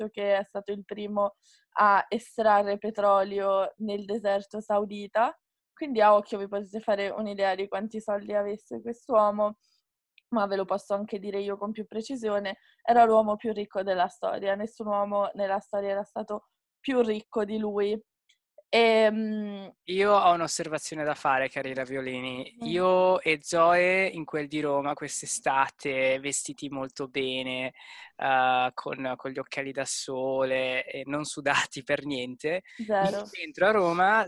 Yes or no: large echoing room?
no